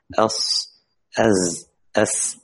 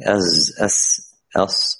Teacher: إذن هي صفة زائدة على حرف السين والصاد الزاي، وهي ملازمة للحرف في كل حالاته. يعني الصاد بالذات يا أخوات مهم جدا نتنبه أنه الصفير سيكون معنا في الصاد دائما، والسين والزاي أز أس أص وهكذا، حتى لو كان مكسور، حتى لو كان مكسور نأتي بالصفير.